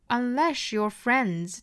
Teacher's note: 这个 s 和后面的 ye 可以做连读同化，读成 sh